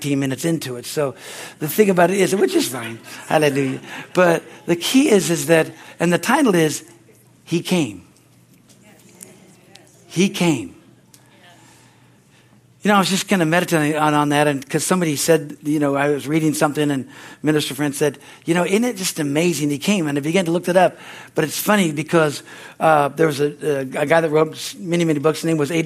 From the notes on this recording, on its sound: from the Christmas Eve service on December 24, 2023 at Harvest Bible Church in Stockton, CA